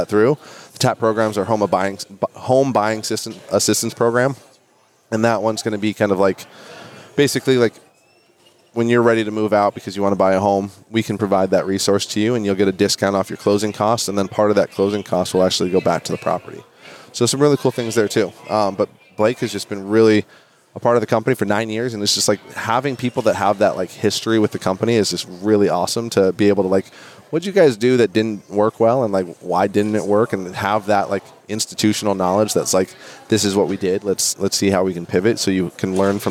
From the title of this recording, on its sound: Live at NAA